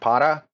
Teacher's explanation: the tap is in like Spanish para, where it's just the tap